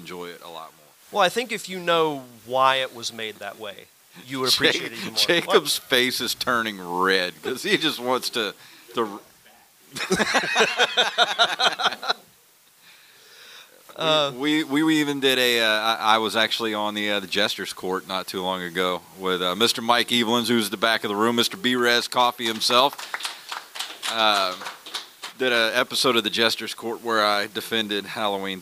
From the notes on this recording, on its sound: Pensacon Panel 2022.